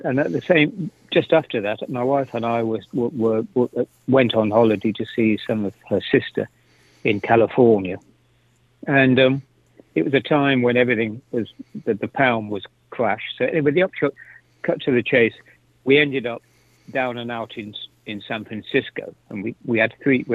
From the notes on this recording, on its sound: After the Society was arrested and put into holding. Used his one phone call to interview.